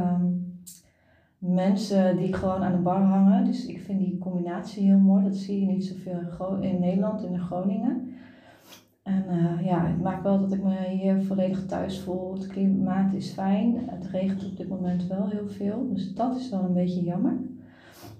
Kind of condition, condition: setting, large echoing room